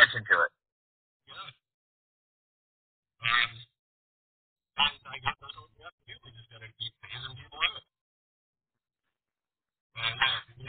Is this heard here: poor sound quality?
yes